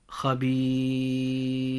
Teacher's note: كلمة خبير، حرف المد في هذه الكلمة هو حرف الياء، وقد جاء حرف الياء قبل حرف الراء، وهنا حرف المد إذن قبل آخر الحرف الأخير من هذه الكلمة، وقد سكن آخر حرف وهو حرف الراء، فهذا المد يسمى بالمد العارض للسكون، ويجوز فيه الحركات التالية: خبير بمقدار 2، و4 حركات خبير، وبمقدار 6 حركات هكذا خبير.